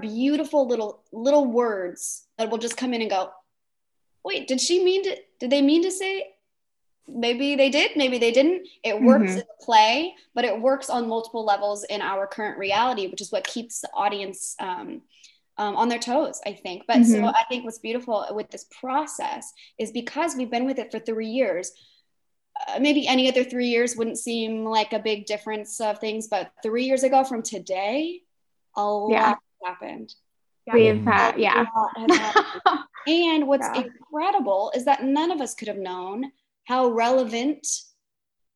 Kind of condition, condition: link, video call